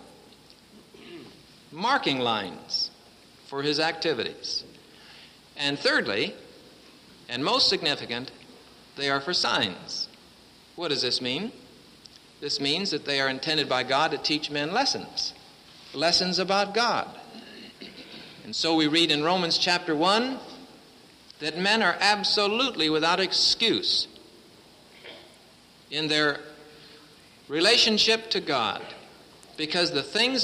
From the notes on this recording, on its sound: presented at Winona Lake Bible Conference 1966.